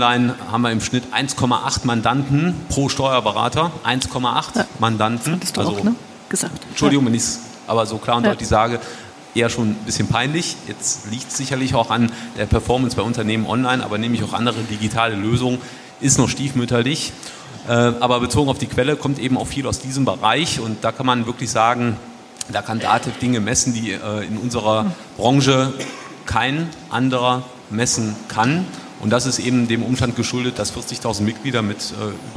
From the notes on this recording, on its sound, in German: Ein Mitschnitt von der Celler Steuerfachtagung. Wir waren zu Gast auf der Steuerfachtagung Celle. Dort auf der Bühne zu stehen, war eine Premiere für mich.